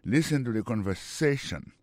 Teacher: Mot conversation, accent tombé sur avant-dernier syllabe là